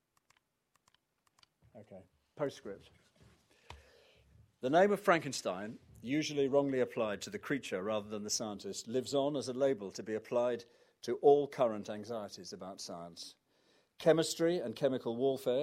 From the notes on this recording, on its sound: Recorded at the Science Museum